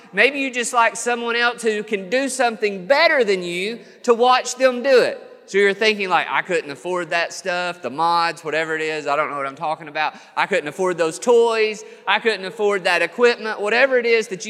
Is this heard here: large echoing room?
yes